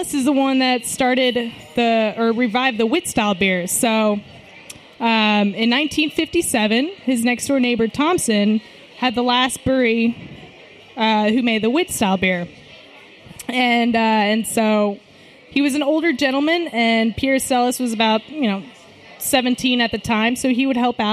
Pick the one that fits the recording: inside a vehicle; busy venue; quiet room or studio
busy venue